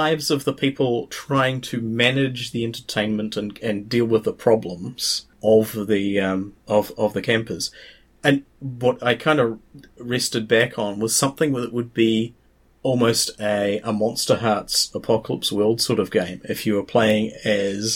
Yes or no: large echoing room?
no